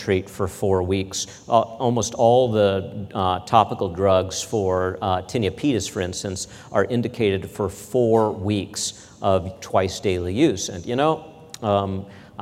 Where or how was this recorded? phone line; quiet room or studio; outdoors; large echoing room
large echoing room